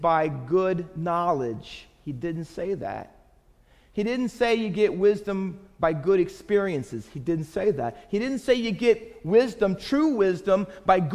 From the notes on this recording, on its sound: Faith Baptist Church in Hamilton, NJ.